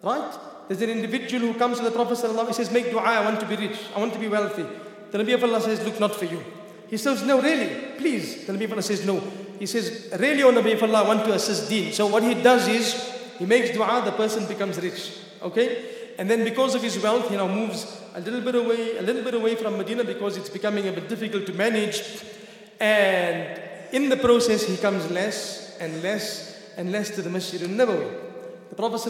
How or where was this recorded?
large echoing room